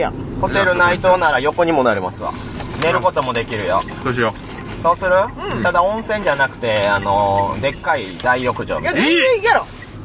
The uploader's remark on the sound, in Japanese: 一部、屋外での収録のため、騒音雑音が入っております。